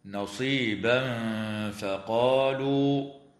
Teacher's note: ويخفى التنوين عند الفاء مع ترقيق الغنة